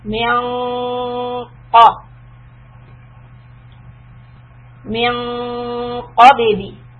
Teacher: the Noon Ikhfa is heavy and this is affected by the letter Qa. So when we say Qabili, Qa, feel that the back of the tongue is rising up.